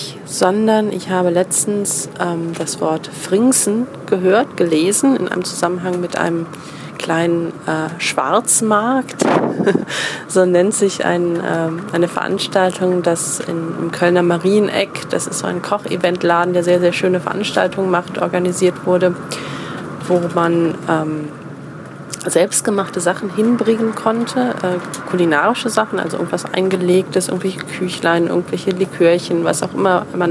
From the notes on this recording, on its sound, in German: Eine Midi-Folge (quasi) live aus dem Zug (mit Durchsage und zwischenzeitlicher Ortsunkenntnis).